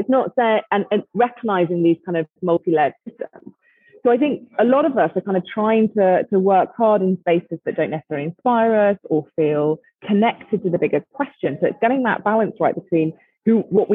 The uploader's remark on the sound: the connection wasn't great, so the sound is a little muddy